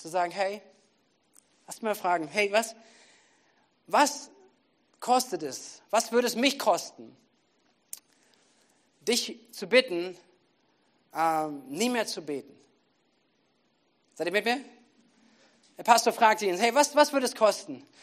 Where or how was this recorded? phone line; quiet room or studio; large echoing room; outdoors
large echoing room